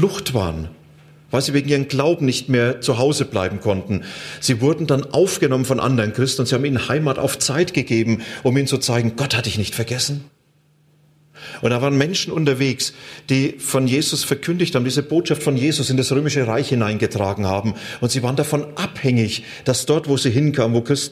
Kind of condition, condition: setting, large echoing room